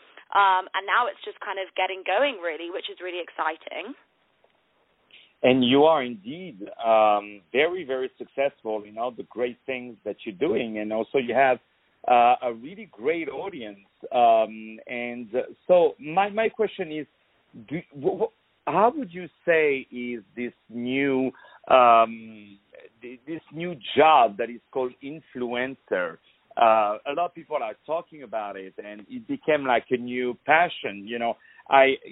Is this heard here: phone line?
yes